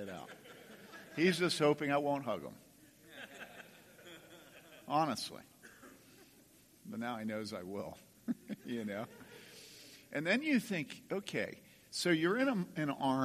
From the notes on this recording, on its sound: From the 2015 Clearnote Pastors Conference.